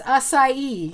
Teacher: The emphasis is on the last part.